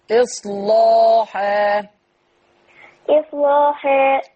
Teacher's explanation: أما تيجي لام مفتوحة قبلها صاد ساكنة فلم تغلظ أيضا